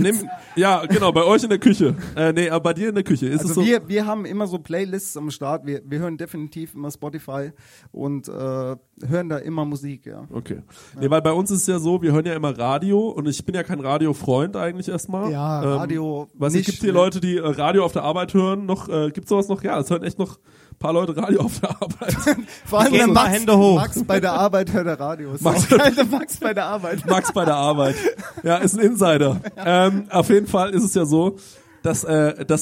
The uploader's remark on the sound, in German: Wir haben es tatsächlich durchgezogen und mit unseren Hörern eine Planwagenfahrt durch die hessischen Weinberge um Groß-Umstadt gemacht. Und wir haben das erste Mal live vor Publikum gepodcastet!